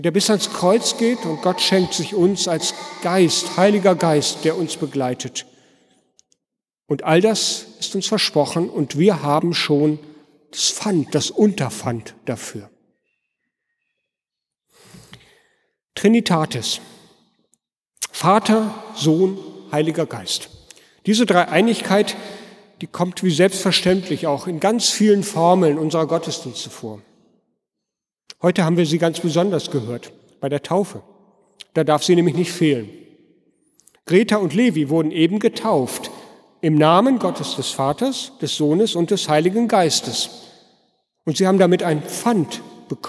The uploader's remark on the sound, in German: Gottesdienst am Fest der Heiligen Dreifaltigkeit. In der Martin-Luther-Kirche in Detmold.